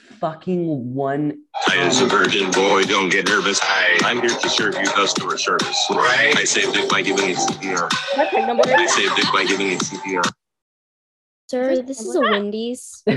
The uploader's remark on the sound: Warning, this is a very chaotic and loud episode. Me and my friends decided to record a zoom meeting and post it.